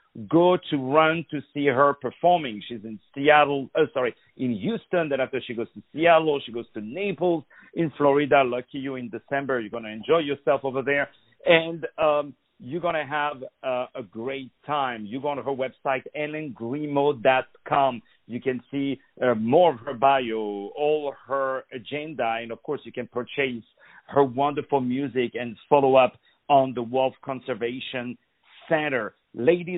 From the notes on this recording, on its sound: On the phone